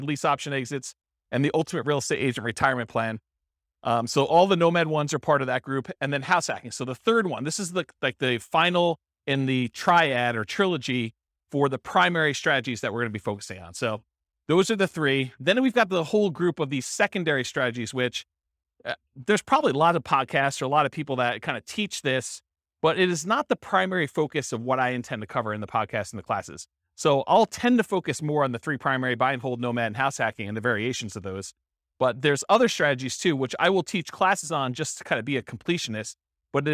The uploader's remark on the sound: This was a live class recorded